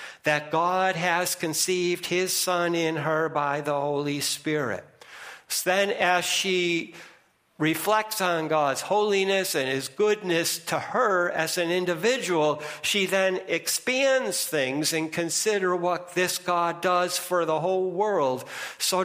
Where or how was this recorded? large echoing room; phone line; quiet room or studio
large echoing room